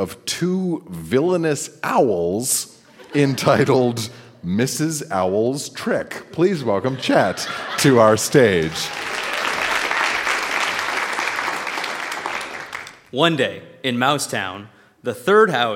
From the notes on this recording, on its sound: Recorded live at the Florence Simmons Performance Hall in Charlottetown.